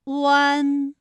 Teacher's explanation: 双唇同时有一个从合变开再变略展的动作，发出前鼻尾复合音读作弯